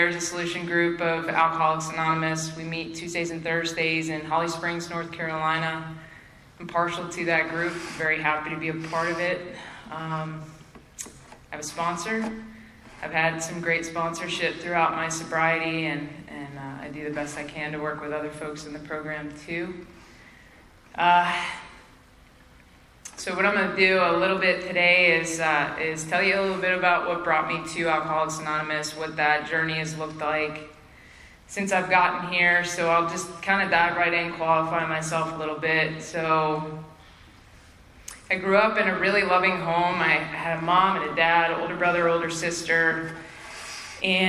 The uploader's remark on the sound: Spring Into Action 2022. At the Spring Into Action Conference in Sanford NC in Feb 2022.